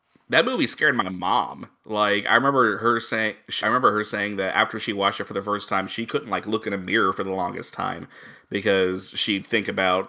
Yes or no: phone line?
no